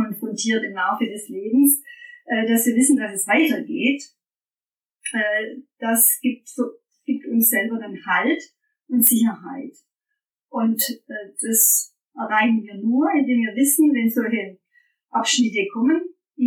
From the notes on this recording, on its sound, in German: Achtung schlechter Ton - da ich die Folge nicht nochmal aufnehmen kann.